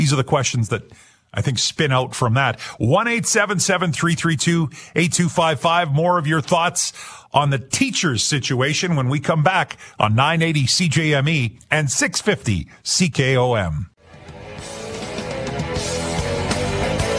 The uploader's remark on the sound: Open Lines. Opens up the phone lines to take your calls.